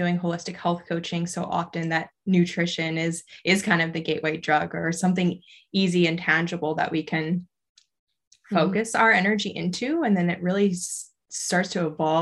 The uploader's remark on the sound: We were just flowing on this zoom call.